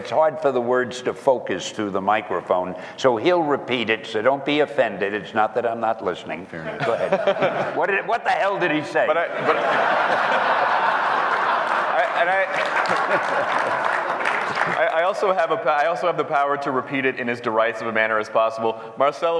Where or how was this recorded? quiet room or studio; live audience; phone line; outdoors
live audience